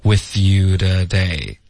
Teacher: With 跟 you, 连读 with you。然后后面 today 的这个 t 它发的特别弱，几乎就是浊化了